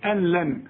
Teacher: النون اللي بعدها لام الغيها من النطق، اسمها ادغام كامل بدون غنة، يعني بدخل النون في اللام عند الوصل، اقول أن لن، اذا بشبك الهمزة مع اللام، اقول أن لن، ما اقولش أن لن.